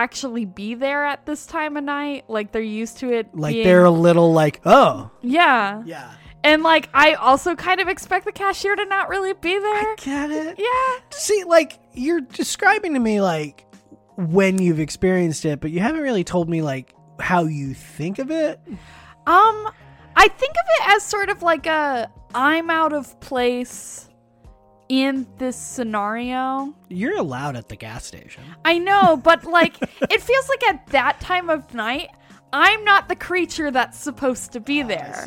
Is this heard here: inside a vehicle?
yes